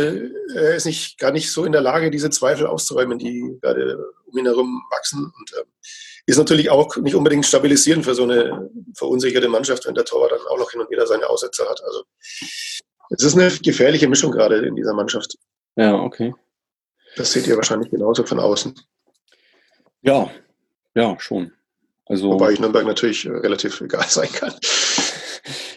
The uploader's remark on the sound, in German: Musste ich heute kurzfristig auf ein neues Aufnahme-Setup ausweichen – Zoom statt Skype. Scheint ganz okay funktioniert zu haben, obwohl ich erst skeptisch war.